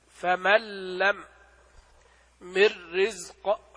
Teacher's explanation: هو إدغام كامل مستكمل التشديد بغير غنة · Term: الإدغام الكامل